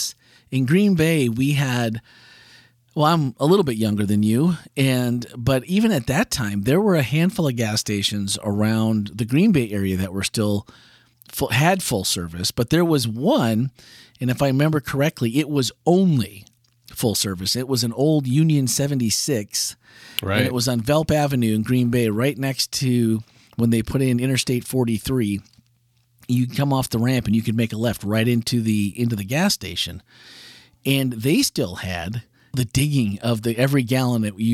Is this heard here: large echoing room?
no